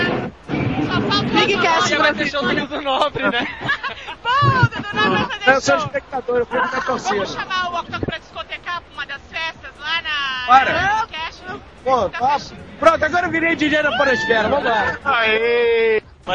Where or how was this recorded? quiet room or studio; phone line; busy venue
busy venue